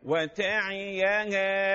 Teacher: وتعي العين مكسورة مش ساكنة